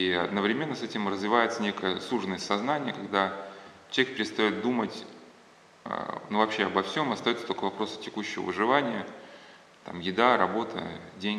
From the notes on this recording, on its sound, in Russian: На лекциях присутствовали воспитанника центра свт. Василия Великого (центр социальной адаптации подростков, находящихся в конфликте с законом).